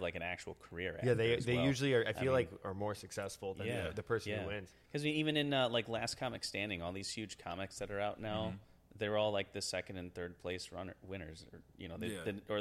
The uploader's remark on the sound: Live at Lo Rez Brewing in Chicago